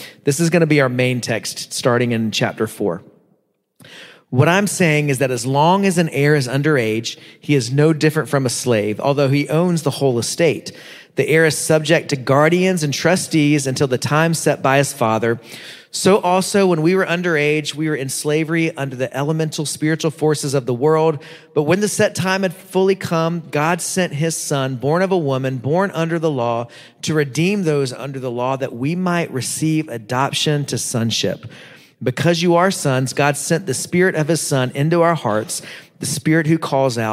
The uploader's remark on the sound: preached at Living Steams Church in Phoenix, AZ